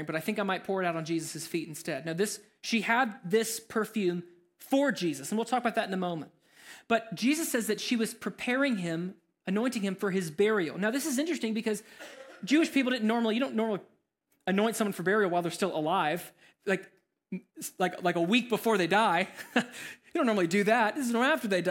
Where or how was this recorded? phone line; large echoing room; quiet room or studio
large echoing room